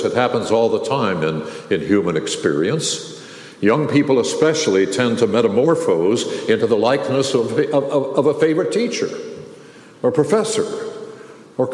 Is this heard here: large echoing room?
yes